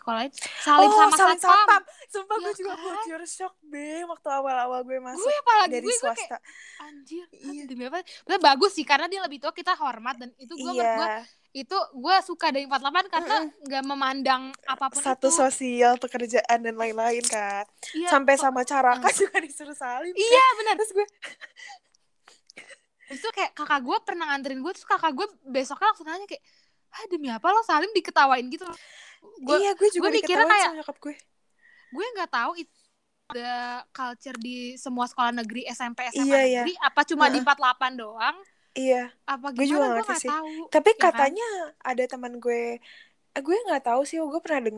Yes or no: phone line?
no